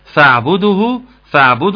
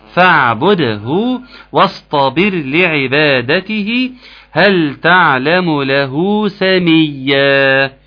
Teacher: تبقى ساكنه تماما، مفيش فيها اي رائحه الضم، مش شامه ضمه خالص · Shown in: second take